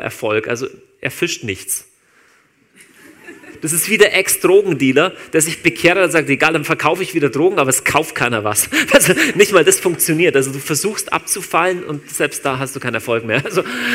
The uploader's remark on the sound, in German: Live aus Winterthur der Dienstagsgottesdienst